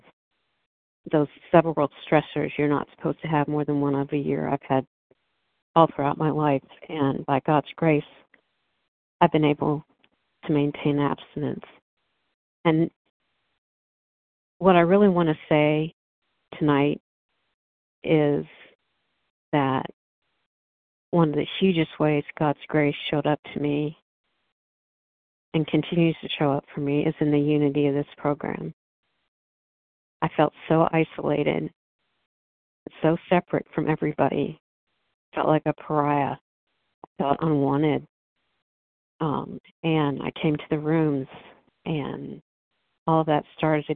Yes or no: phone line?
yes